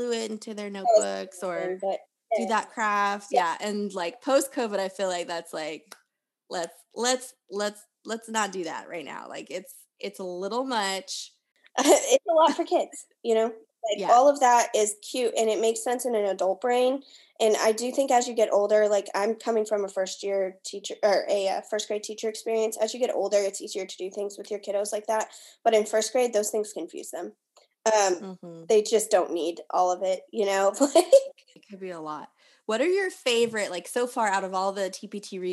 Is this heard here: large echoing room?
no